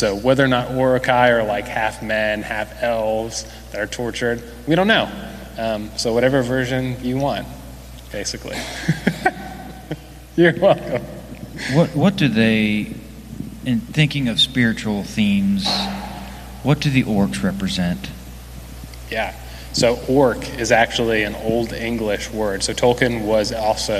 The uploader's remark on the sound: Recorded during a live panel discussion.